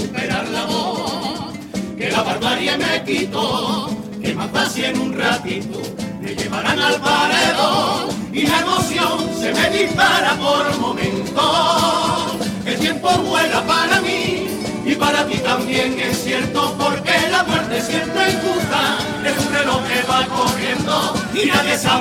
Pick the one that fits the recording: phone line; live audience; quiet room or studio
live audience